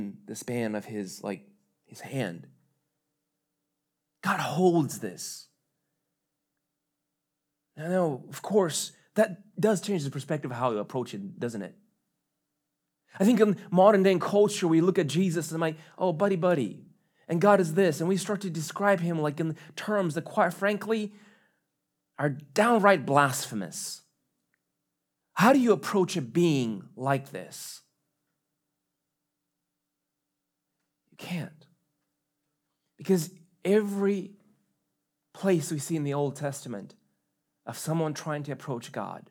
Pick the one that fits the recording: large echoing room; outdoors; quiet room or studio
large echoing room